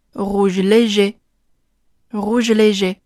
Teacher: 牙齿之间要有一个比较明显的摩擦 · IPA: [ruʒ leʒe]